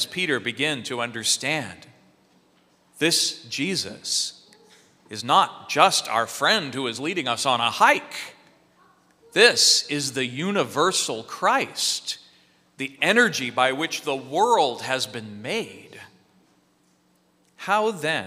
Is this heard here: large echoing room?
yes